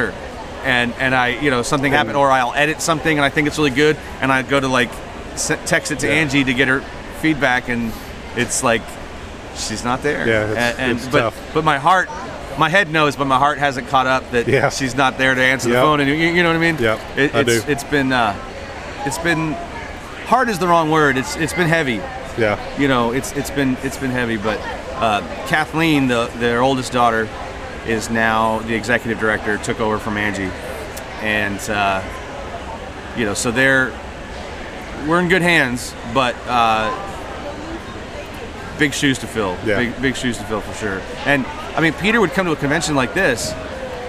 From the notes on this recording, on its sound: interviews from the convention floor